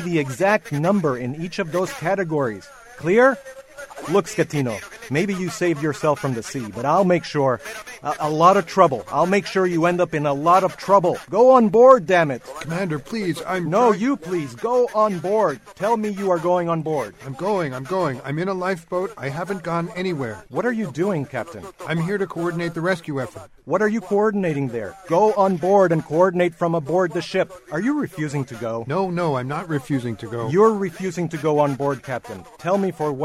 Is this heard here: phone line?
yes